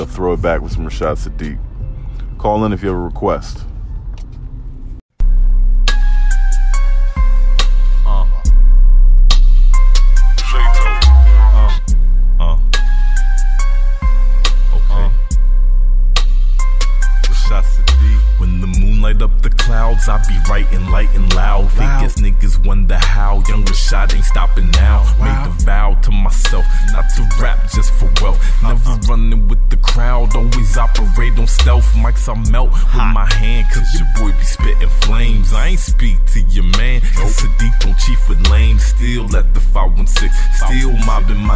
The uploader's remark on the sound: It's a beautiful sunny Thursday morning in the DMV area! Ride with me on this ride to work today.